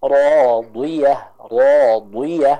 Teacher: Sifat itbak adalah kesimpulannya sifat yang punya tingkat ketebalan paling tinggi. Sehingga meskipun dia kasroh, tetap terasa tebalnya. Meskipun tebalnya tidak sekuat ketika dia dhammah atau fathah, namun tetap kerasa tebelnya.